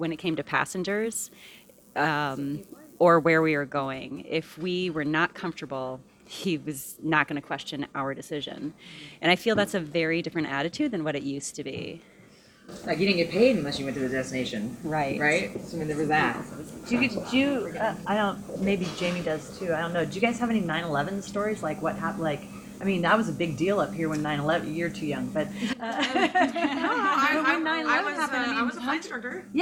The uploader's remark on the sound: Recorded the entire episode on her smartphone and then edited hours of conversation on the phone. I was asked to come along for a trip to Talkeetna and record the conversation among a diverse group of women pilots. The first segment of the show was recorded on the walk to the Roadhouse in Talkeetna. The next segment of the show was recorded in the dining room of the Roadhouse.